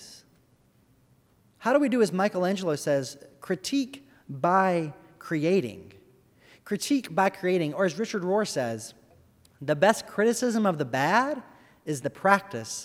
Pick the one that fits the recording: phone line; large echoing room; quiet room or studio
large echoing room